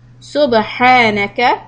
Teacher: In ayah number 32, I would like you to focus on the word subhanaka. The ba, you are going to do a qalqala when we touch our lips and then we take it apart